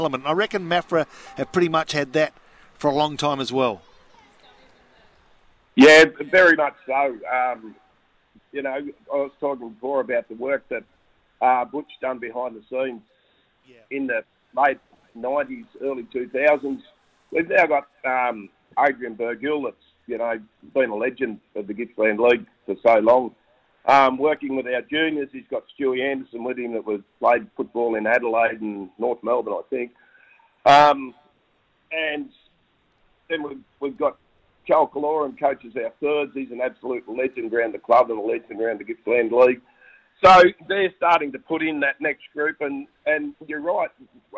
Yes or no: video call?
no